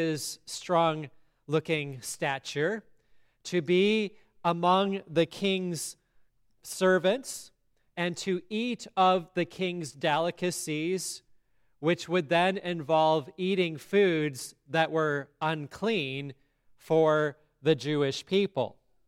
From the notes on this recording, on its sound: sermon at Grace Lutheran Church, Lexington, MO